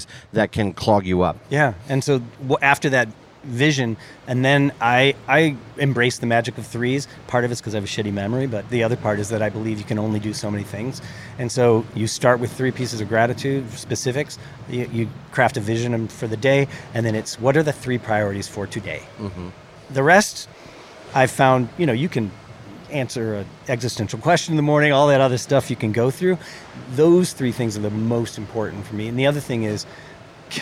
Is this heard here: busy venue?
yes